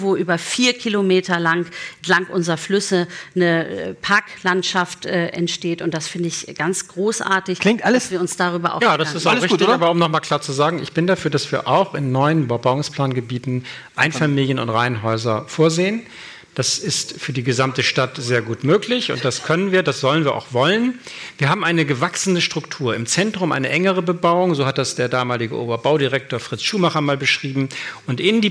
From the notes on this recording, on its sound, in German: Der Live-Podcast im Grand Hotel Elysée. Und zwar im ersten Live-Podcast des Jahres.